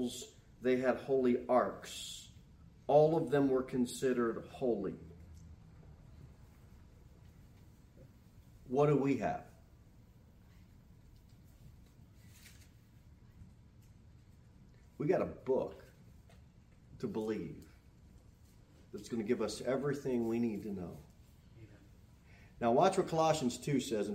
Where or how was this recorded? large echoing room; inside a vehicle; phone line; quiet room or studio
large echoing room